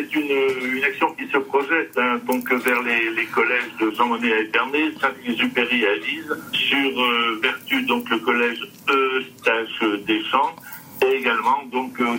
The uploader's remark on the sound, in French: Des propos recueillis par téléphone. De la rédaction de RCF Coeur de Champagne.